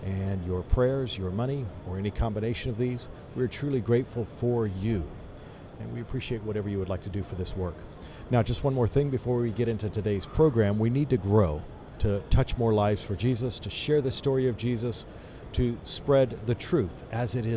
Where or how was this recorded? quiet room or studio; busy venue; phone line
busy venue